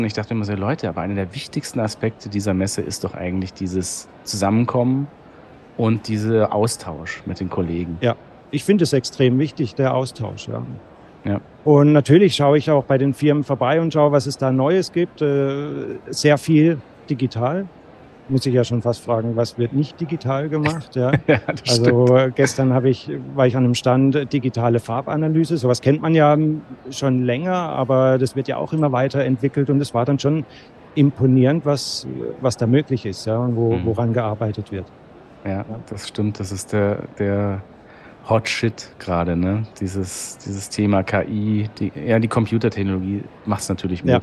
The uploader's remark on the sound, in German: Live auf der IDS 2023 in Köln